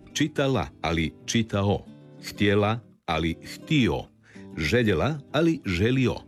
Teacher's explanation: Vokalizacija je glasovna promjena u kojoj se suglasnik L na kraju sloga ili riječi zamjenjuje vokalom, otvornikom, samoglasnikom O. U glagolskom pridjevu radnome muškoga roda.